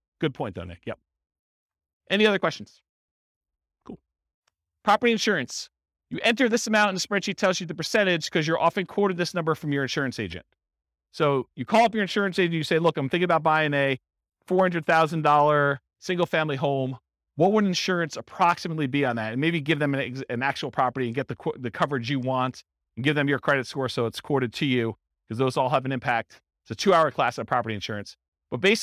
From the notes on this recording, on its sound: This was a live class recorded